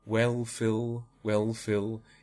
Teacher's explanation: It may be lighter than my post-vocalic L, but it's certainly darker than an initial L for an RP speaker. And certainly on a back vowel like full, it will be a very dark L, really.